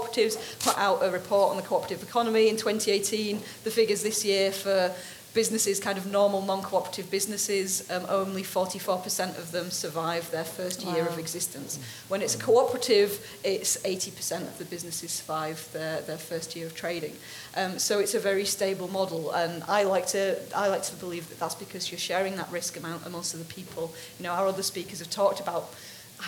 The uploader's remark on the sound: Today we are bringing you a panel discussion from the Vevolution Plant-Based Business Bootcamp on ethics in business.